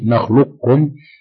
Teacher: وكذلك في القاف إذا أدغمت في الكاف في نخلقكم، فإنك تبقي صفة الاستعلاء في القاف عند النطق